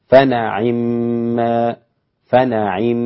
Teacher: يقرؤون بفتح النون مع كسر العين